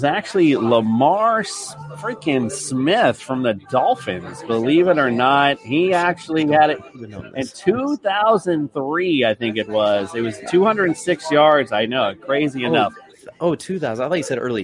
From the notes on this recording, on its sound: Live from Duffy's Sports Bar in PSL FL